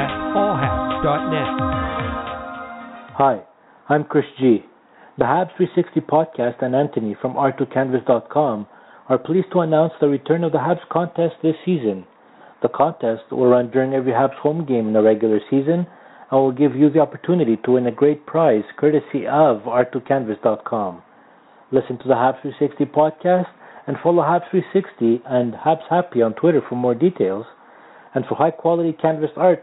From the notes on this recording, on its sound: we take your phone calls